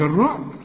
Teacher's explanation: هنقف عند الرعب قلقل الباء